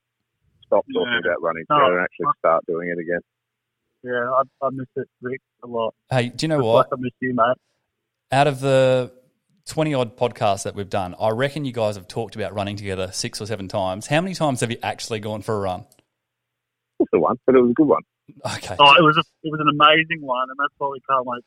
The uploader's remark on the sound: ITS OFFICIAL! WERE IN LOCKDOWN! THE GUYS CALL IN FROM HOME.